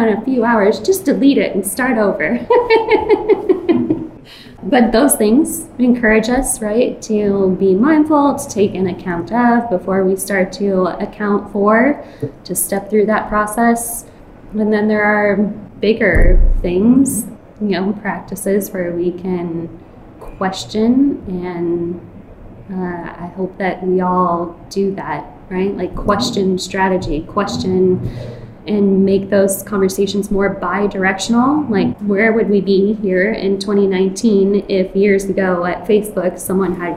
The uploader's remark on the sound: In this episode recorded at QCon London 2019